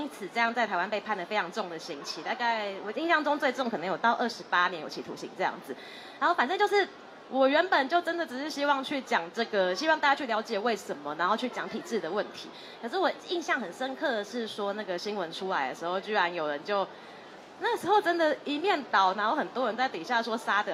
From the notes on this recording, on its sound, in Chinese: 錄製地點：2024台北國際書展讀字公民攤位讀字沙龍。